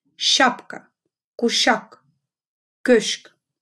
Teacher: Буква «щ» больше похожа на русскую букву «ща», чем «ша», так как произносим мы ее очень мягко, шипяще.